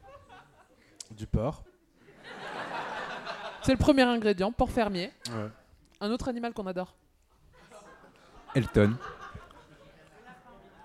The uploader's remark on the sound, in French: Enregistré Absolument Fabuleuses en public. Pour ce dernier épisode live.